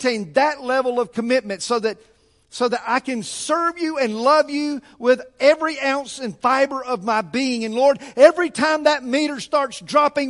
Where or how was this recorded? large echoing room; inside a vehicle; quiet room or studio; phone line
large echoing room